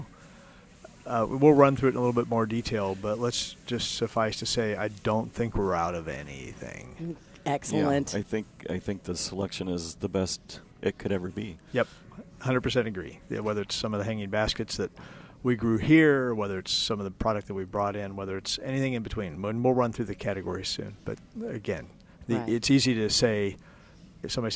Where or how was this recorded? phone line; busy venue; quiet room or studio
busy venue